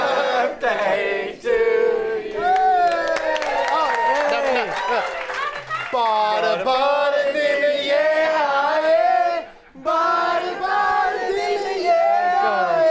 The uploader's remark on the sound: The London Podcast Festival 2019. Were invited to do their podcast live in front of a sold out crowd...